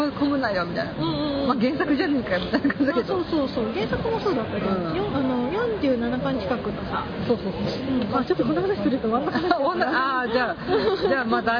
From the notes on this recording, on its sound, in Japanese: さいたま新都心秋のビール祭2015。ですので、屋外収録です。アイススケートショーを見終わったお客さんが押寄せたり、小学生が奇声を上げたり、解体工事が始まったり、ヨッパライが登場したりと、かなり途切れ途切れでお聞き苦しい回になってしまいましたが。